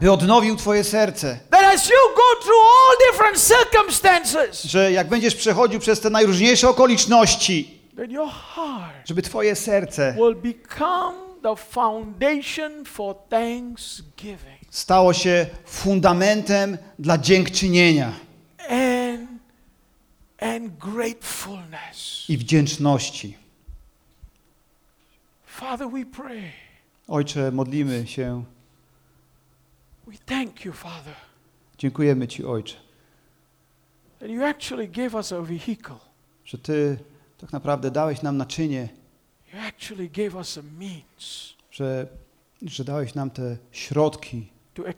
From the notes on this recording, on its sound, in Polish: Nauczanie zostało nagrane podczas spotkania Makrogrupy NOF Church 14.